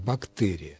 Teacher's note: Орфоэпический словарь русского языка под редакцией Рубена Ивановича Аванесова в качестве основной нормы рекомендует мягкое произношение согласного «бактерия» и добавляет, что допустимым является вариант с твердым произношением